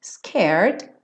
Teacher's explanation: Both a little scared Aqui também scared, a gente não pronuncia a letra E. Então enrolou a língua para o R, scared, põe o D.